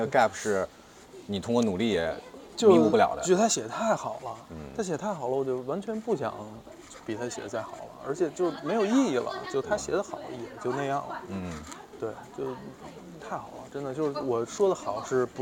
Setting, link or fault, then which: setting, outdoors